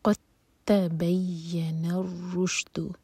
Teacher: قاف کے ساتھ جو دال ہے اس کو پروناؤنس نہیں کریں گے، قاف کو سیدھا تا سے جوڑیں گے